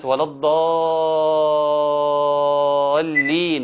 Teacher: في كلمه ولا الضالين في الفاتحه ان لازم نقولها بمد لازم ست حركات